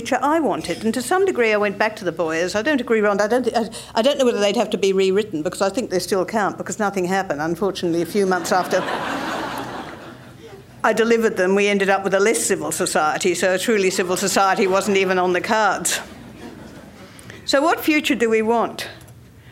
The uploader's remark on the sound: At the 2007 Communities in Control Conference.